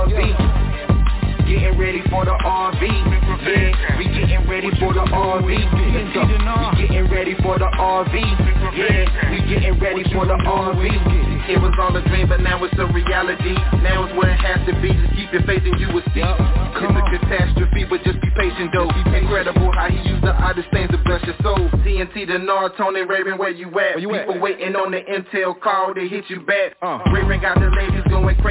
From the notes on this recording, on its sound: Conference Call